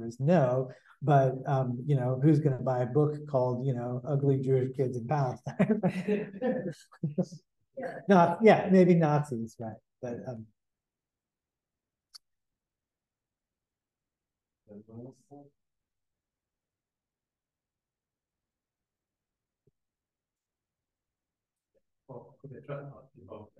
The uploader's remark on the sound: Held as part of the Leo Baeck Institute London Lecture Series 2023 at Senate House, Malet St, London WC1E 7HU.